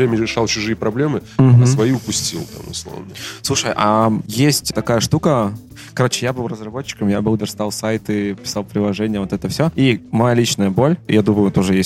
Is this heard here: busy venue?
yes